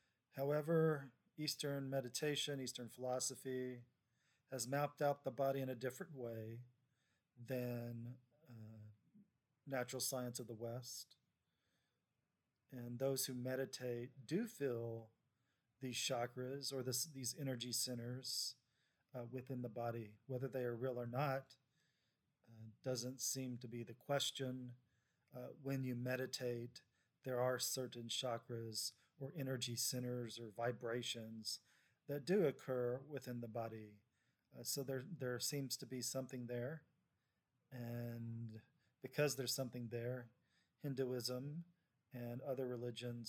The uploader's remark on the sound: If the sound is too low, let me know.